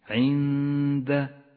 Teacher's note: وعند الله مكرهم تخفى النون بالدال مع بقاء غنة للنون بمقدار حركتين ولذلك لونت النون باللون الأخضر في مصحف التجويد عند. والغنة هنا غنة مرققة لأن حرف الدال حرف مرقق